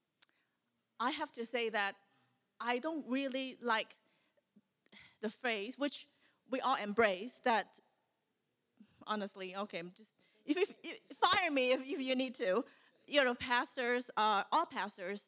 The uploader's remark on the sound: An ACM Panel presentation on Mental Health, Suicide, and Bereavement Support, given at the 2022 NAD Ministerial CALLED Convention.